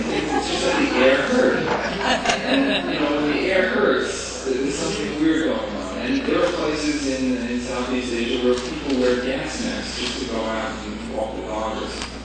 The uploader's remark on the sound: Presented at the &quot;Challenges and Choices for a Better World: Energy, Economics, and the Environment&quot; conference in New Orleans, Louisiana, on 8 September 1991.